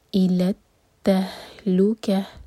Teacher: ہا جو ہے سینے سے نکلے گی